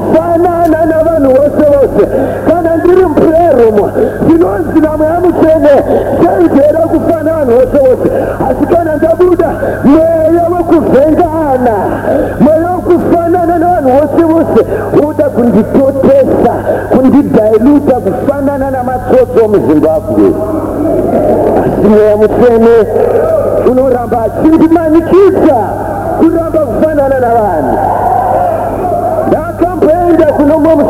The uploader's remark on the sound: Here is a service recorded at an Alnight Prayer event in Zimbabwe.